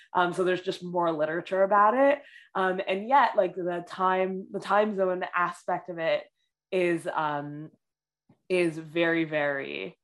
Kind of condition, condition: link, video call